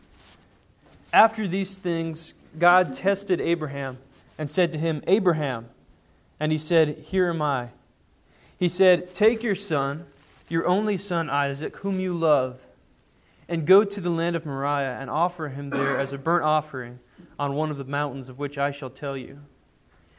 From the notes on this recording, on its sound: Sermon preached on Sunday, January 3, 2010 at the Church of the Good Shepherd in Glendora.